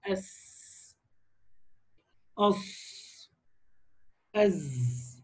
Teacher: من طرف اللسان مش مع أصول الثنايا زي ما قلنا في الطاء لأن في الطاء والدال والتاء طرف اللسان بيريح بيستقر ويريح ويلمس أصول الثنايا العليا. إنما في الصاد والزاي والسين طرف اللسان من فوق ها الثنايا السفلى · Term: حروف الصفير